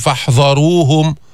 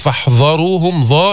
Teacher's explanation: ما تفخم الذال لأجل الراء المفخمة · Shown in: first take